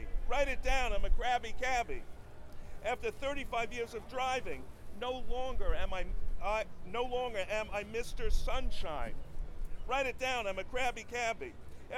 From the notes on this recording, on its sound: 2017 PEN World Voices Festival: Poetry Reading at Union Square Green Market.